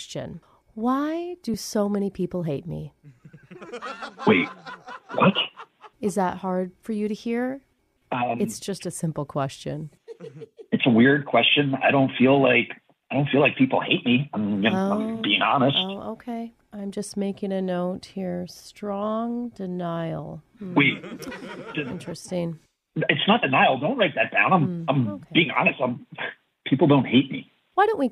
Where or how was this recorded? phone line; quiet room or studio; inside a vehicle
phone line